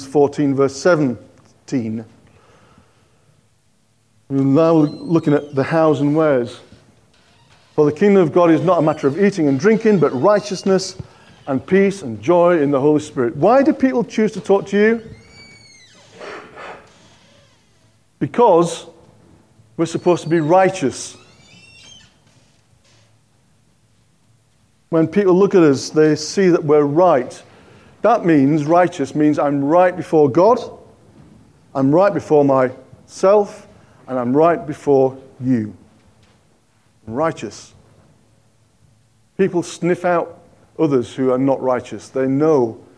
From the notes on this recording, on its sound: On 12th November 2023 at King's Church, Cockermouth, as an audio file.